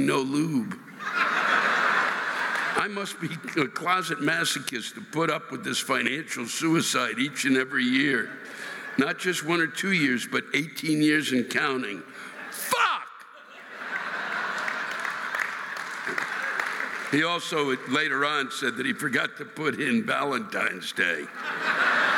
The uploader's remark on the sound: The live rants this week come from the State Theater in New Brunswick, New Jersey and the Bergen Performing Arts Center in Englewood, New Jersey.